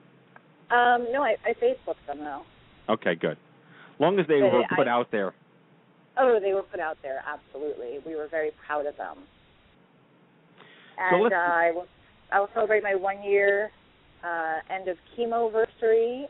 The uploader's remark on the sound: WE'RE TAKING YOUR CALLS. It's time to open our phone banks for the first time and host the inaugural "Open Mic Night" for The Stupid Cancer Show.